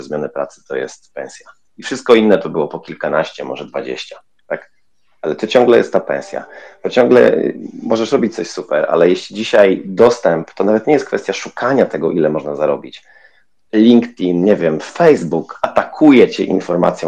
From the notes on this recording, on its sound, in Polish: To jest nagranie Twitter Spaces, więc rozmowa toczyła się na żywo i interaktywnie